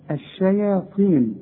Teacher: والطاء مفخمة لكن مكسورة اخر درجات التفخيم